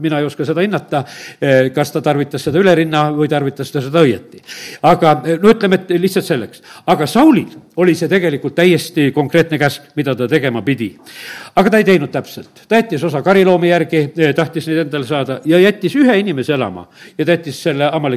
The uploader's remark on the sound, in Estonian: Audio salvestus koosolekult